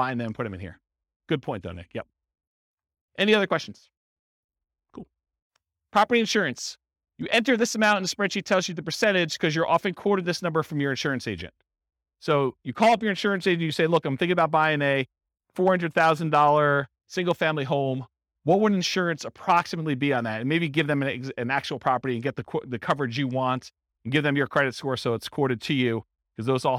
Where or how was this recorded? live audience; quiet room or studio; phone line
live audience